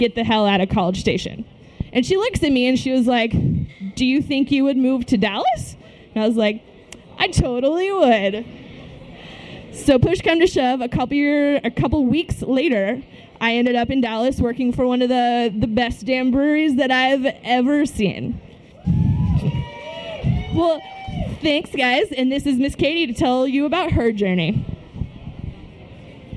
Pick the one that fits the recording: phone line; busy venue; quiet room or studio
busy venue